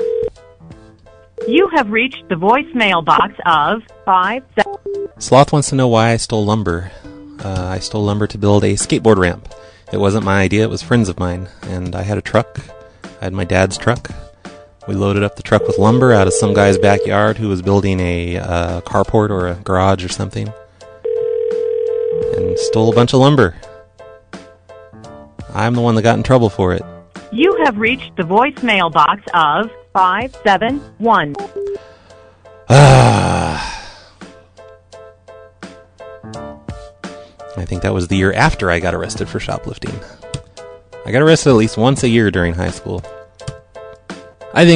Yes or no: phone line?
yes